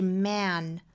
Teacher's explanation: 美音的话是上下的开口度有两指，左右嘴角打开的一个 a 的音，所以是 man。发的比较完满的这个情况之下呢，会在 a 的后面加一个小小的 a 的音，我们甚至听出来一个加音的情况哈，man。好，英音的话这个词是 man，美音的话读 man。You can never judge a man's power by his